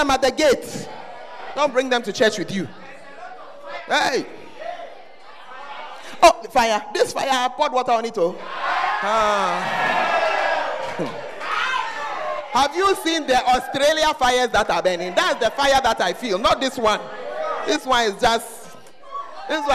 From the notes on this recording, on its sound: Preached at the First Love Center, Ayeduase